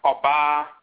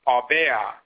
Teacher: In the Asante dialect of the Akan, in the Akwamu and Ekwapem dialect in Akan, Oba becomes Obea. So the first A becomes the high-pitched A becomes an E.